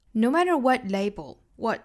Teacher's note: 这个 what 跟英音的那个 what 发音有区别啊美音的话呢上下开口都更大一个啊 no matter what label, what 尾部它省掉。Label is,跟刚才讲到英音是一样的可以和后面的 is 做连读也可以做停顿。Label,is thrown 或者是 label is thrown 那同样呢也是